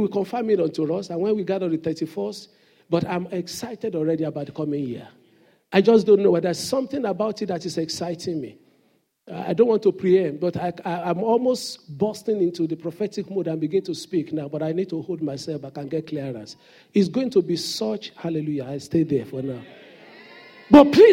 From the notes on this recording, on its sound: Sunday Service message preached. Fountain of Love, RCCG Aberdeen, UK.